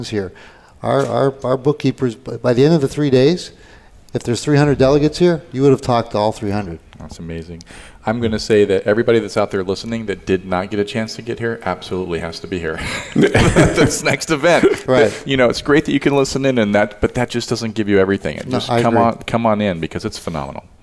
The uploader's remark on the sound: Live Broadcast at the The IPBC IGNITE Conference. 2016 IPBC Ignite Confrence.